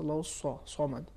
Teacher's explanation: بعض افراد جب صاد کا تلفظ کرتے ہیں تو ایک واو جیسی آواز نکلتی ہے